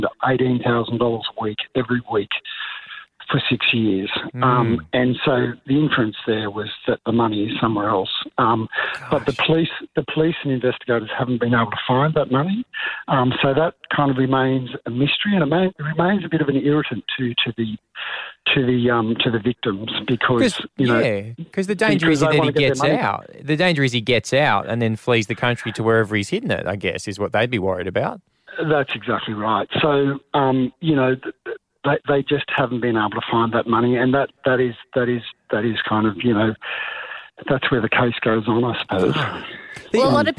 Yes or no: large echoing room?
no